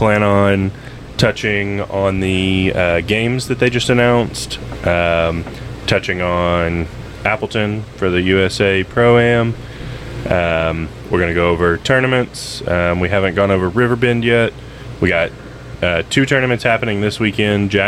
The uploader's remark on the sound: Reporting Live from the RV